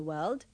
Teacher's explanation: Don't pronounce the R in world and the E in village.